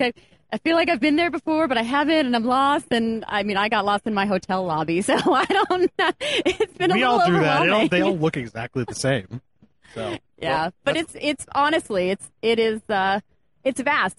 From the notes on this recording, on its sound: SEMA 2018 gave me the opportunity to test out a new panel format. Live on the Magnaflow stage at SEMA 2018.